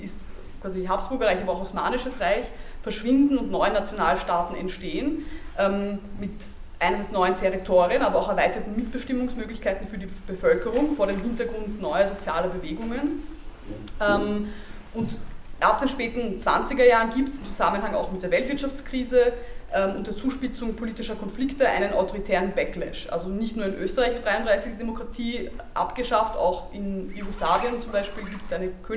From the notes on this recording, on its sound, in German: Dies ist ein Mitschnitt der abschließenden Podiumsdiskussion „Das lange Echo der Dollfuß-Kanonen“.